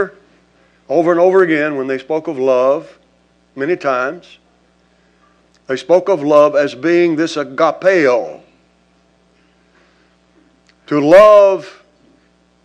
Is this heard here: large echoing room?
yes